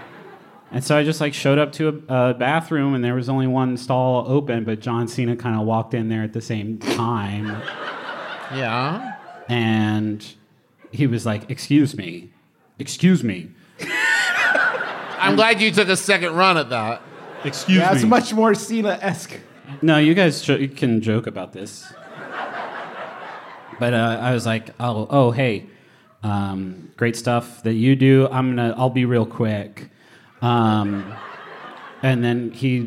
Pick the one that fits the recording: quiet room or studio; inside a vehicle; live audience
live audience